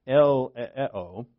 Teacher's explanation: in Greek, EE doesn't make a diphthong, so it's actually, you pronounce both vowels.